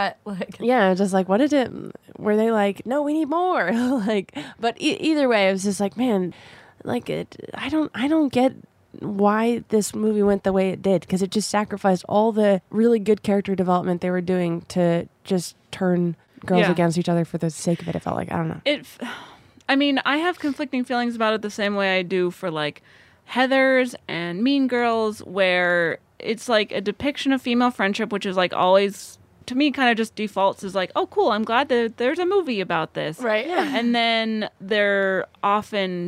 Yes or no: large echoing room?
no